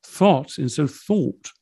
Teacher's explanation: Yes, much, much loose, much more open thought vowel